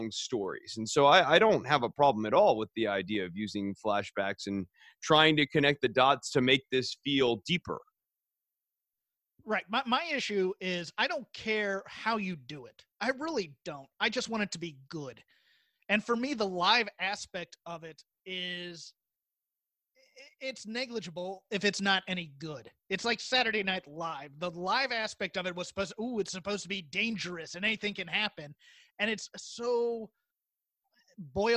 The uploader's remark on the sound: We tried taping this one via Zoom